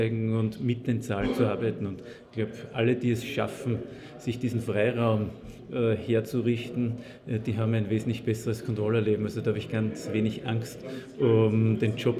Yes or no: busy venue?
yes